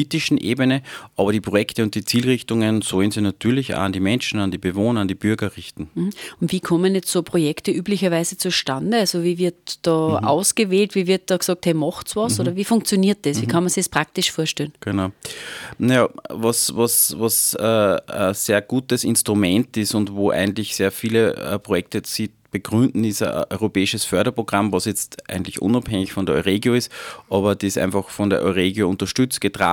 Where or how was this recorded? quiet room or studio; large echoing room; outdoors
quiet room or studio